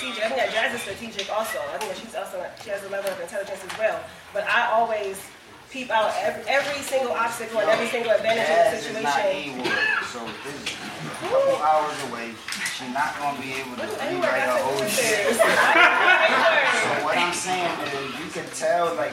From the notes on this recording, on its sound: This was a video changed to MP3. Please excuse the poor sound quality.